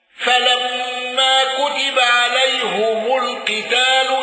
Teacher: روح بتوسط المنفصل وضم الهاء والميم